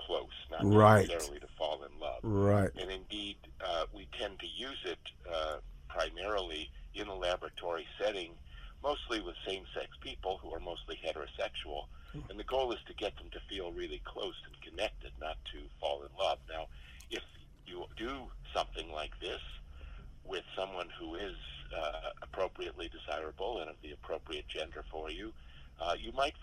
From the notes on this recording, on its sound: joins them on the phone